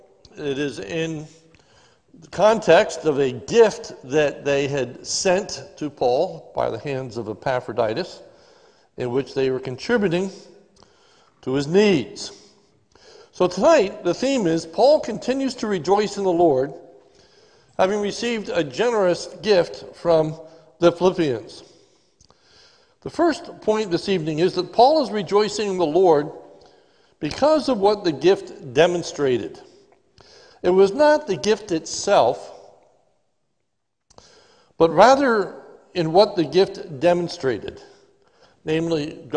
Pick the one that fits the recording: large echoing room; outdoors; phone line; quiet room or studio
large echoing room